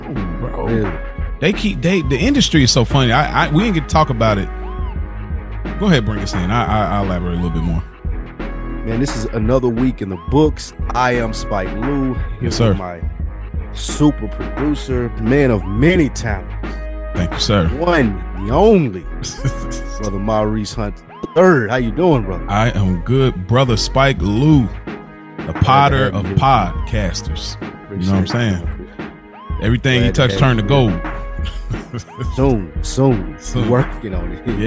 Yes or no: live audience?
no